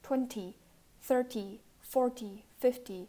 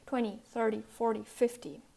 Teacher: In British English, they would probably pronounce it with a glottal T · Shown in: first take · in American English, it just sounds with a D sound